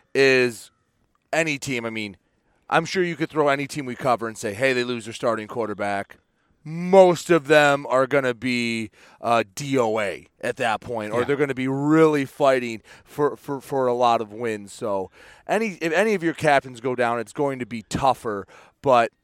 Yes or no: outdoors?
yes